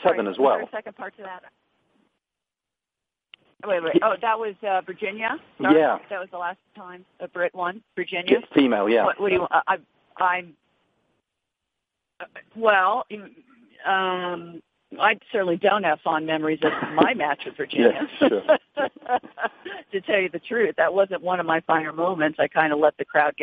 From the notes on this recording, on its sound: Wimbledon Conference Call.